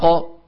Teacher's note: أخرجنا القاف الساكنة بالتباعد بين طرفي عضو النطق لا بالتصادم · Term: قاف مقلقلة